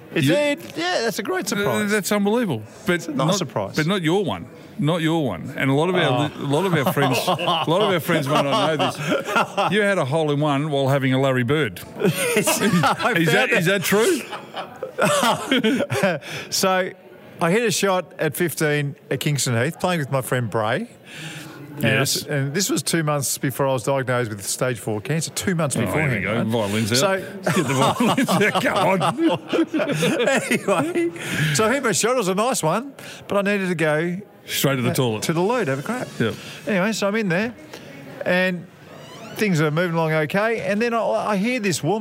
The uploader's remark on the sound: We’re live from the pub again today, sinking a couple of coldies.